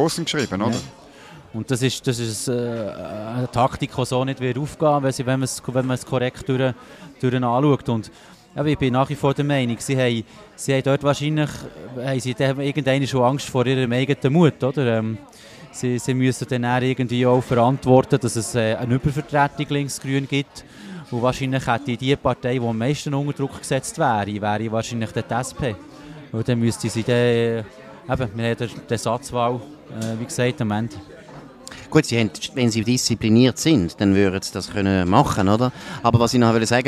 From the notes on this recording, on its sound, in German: Bern einfach Live aus der Bellevue-Bar.